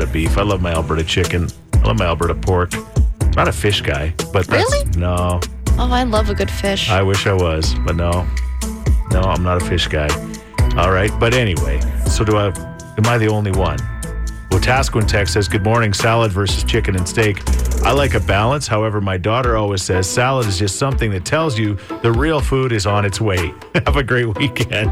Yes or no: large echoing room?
no